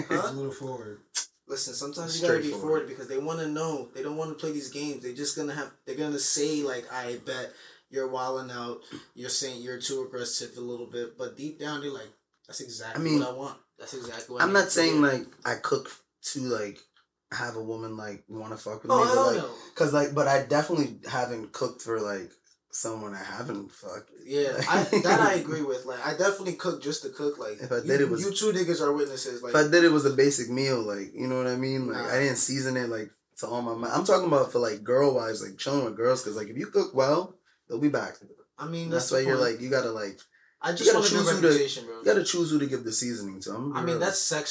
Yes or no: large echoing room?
no